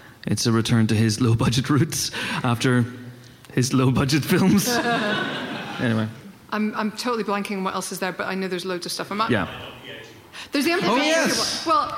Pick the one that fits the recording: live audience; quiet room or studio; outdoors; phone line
live audience